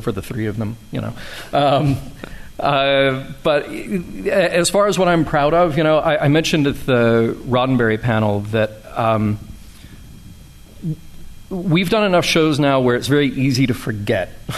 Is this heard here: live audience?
yes